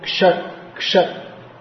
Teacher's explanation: the k and the sh become combined, so it's pronounced something like ksha